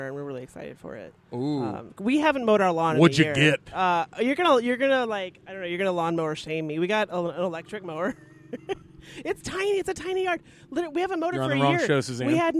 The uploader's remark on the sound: on the porch to enjoy the spring weather, the kids playing outside